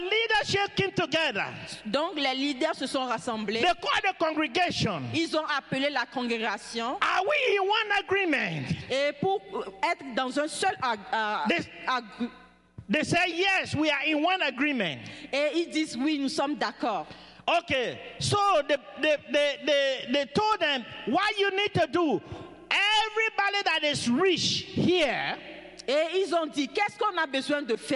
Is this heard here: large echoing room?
yes